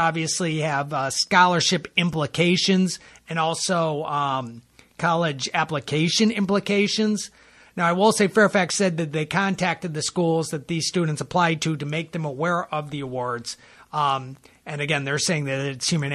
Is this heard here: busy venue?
no